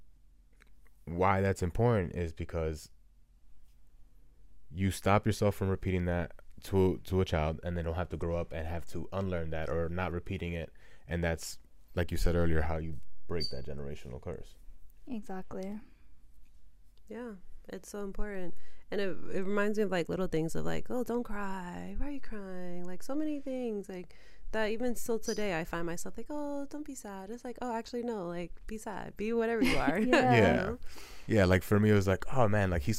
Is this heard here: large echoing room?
no